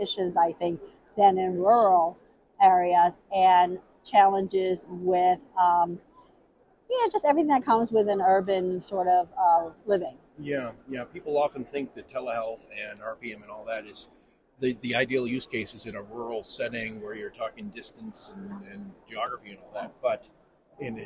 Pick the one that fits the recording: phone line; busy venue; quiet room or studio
busy venue